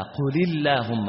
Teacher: عند وصلها مع ما قبلها تحذف همزة الوصل للاستغناء عنها بحرف قبلها